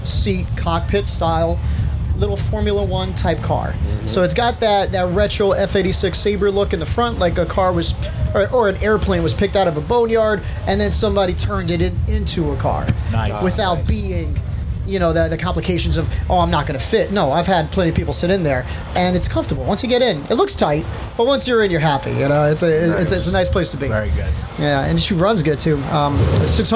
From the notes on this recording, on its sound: We are live at The Hot Wheels Legends Tour in Secaucus, NJ.